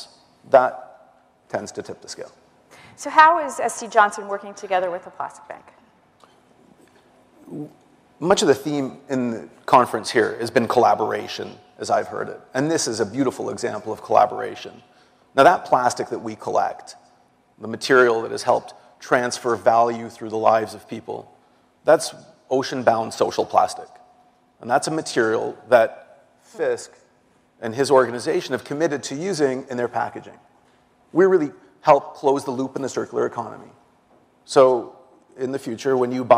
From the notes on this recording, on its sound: The best of live interviews from GreenBiz events.